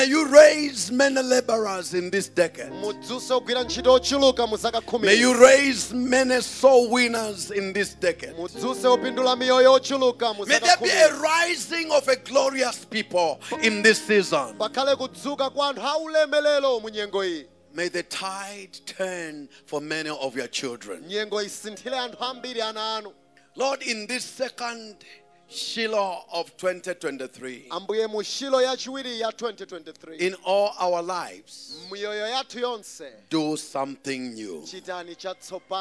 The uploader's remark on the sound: Preached at Shiloh Night at Word Alive Blantyre City Church